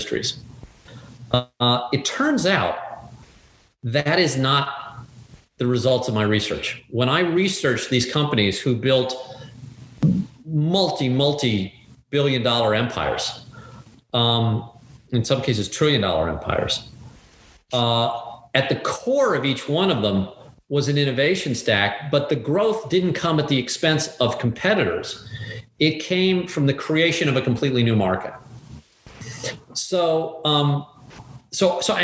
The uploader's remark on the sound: Talked to us via zoom from his office in Saint Louis, Missouri.